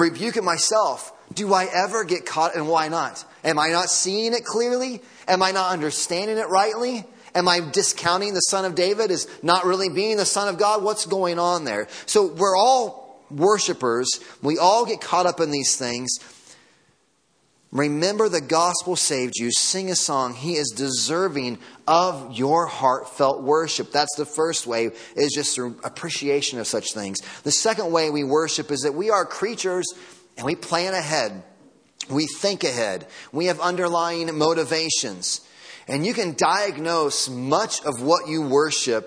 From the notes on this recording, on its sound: Audio from Sunday Morning Service.